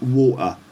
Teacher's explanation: the T sound isn't really pronounced like a T sound. Instead, it gets pronounced with a kind of glottal stop.